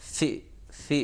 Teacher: حرف یا کو ہم پڑھتے ہیں کھینچ کر پڑھتے ہیں لیکن کسرہ کو تھوڑا سا کوتا کر کے فی فی پڑھا جائے